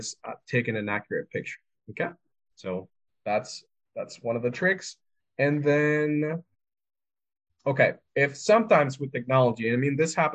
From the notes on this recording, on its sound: This recording from the December 7, 2022 VetTech Weekly Wednesday Webinar series